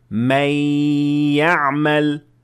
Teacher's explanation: The only difference is that we pronounce the ya with the ghunna of the Nun Sakinah · Because we merge the Nun with the ya to be one letter.